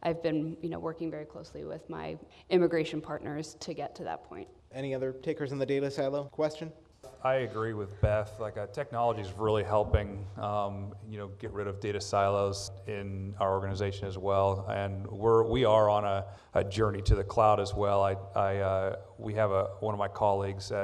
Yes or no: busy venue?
yes